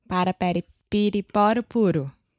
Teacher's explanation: your tongue is just t- touching the top of your mouth really, really fast. And it's just a quick little tap.